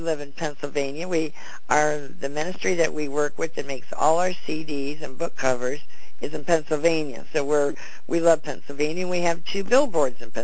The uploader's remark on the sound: CONFERENCE CALL